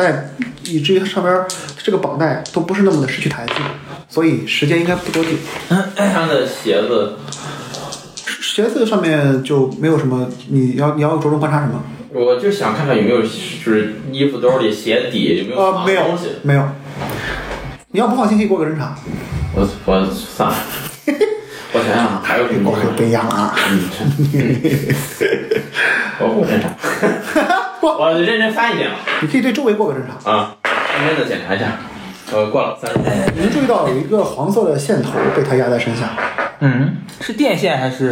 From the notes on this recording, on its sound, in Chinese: 因为这次跑团时录制的设备并不专业，再加上环境和大家散座的位置，音质会比较差，调试之后改善不大。